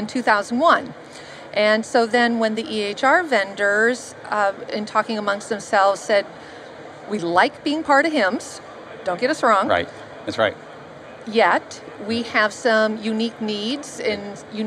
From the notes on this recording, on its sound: at the HIMSS17 Conference.